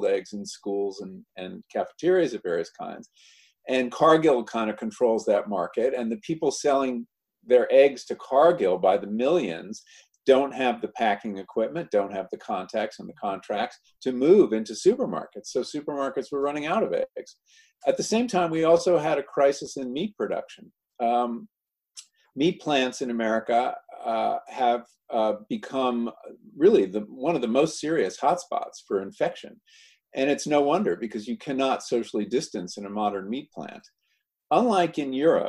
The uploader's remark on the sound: Recorded at our second online 5x15 in May 2020.